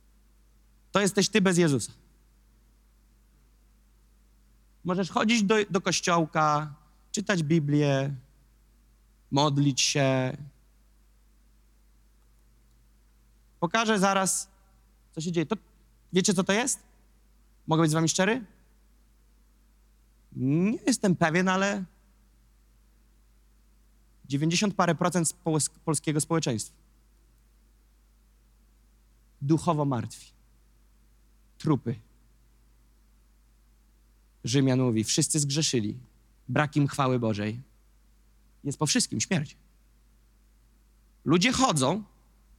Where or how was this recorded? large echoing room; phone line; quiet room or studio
large echoing room